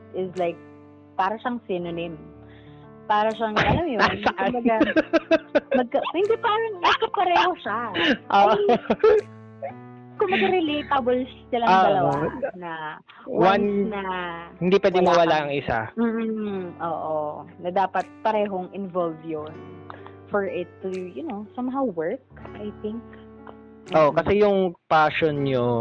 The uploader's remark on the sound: PS: Apologies on our audio and pronunciation of some of my words.